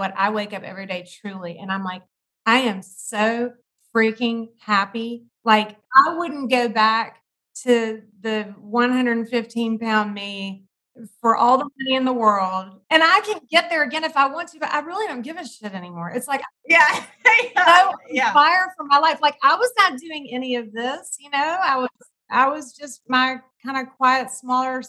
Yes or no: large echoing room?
no